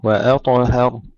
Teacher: ترقيق الهمزة ثم تفخيم الطاء مع قلقلتها ثم ترقيق الهاء وتفخيم الراء. وأطهر، وننتبه أيضا ألا نقلقل الراء ولا نكررها.